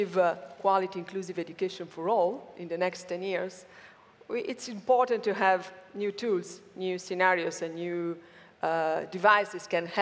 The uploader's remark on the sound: Recorded at World Summit AI, Amsterdam, 2019